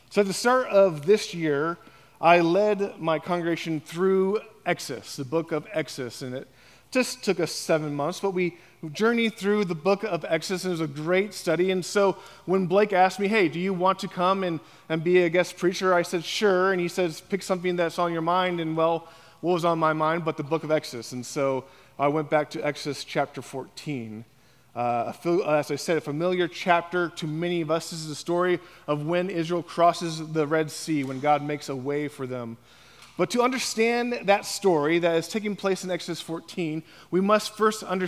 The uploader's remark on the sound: on the morning of September 10, 2023, at Chaffee Crossing Baptist Church